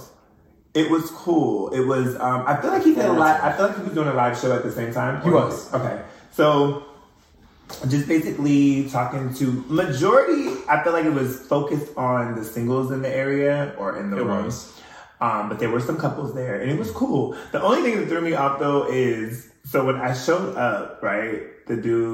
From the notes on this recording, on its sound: Technical Difficulties. However is a lil a cut and paste because of some audio issues.